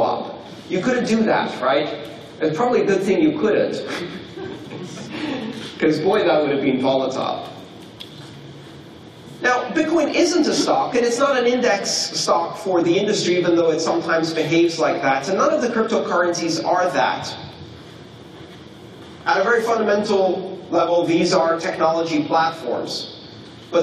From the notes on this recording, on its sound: This talk took place on June 20th 2016 at the Blockchain Training Conference (in collaboration with the CryptoCurrency Certification Consortium) within the MaRS Discovery District of Toronto, Canada.